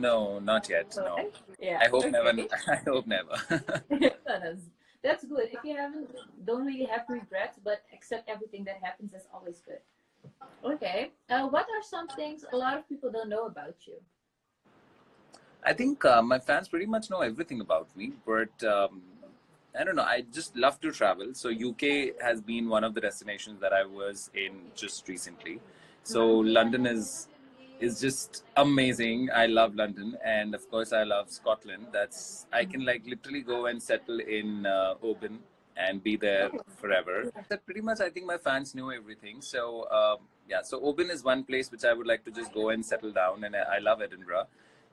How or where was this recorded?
video call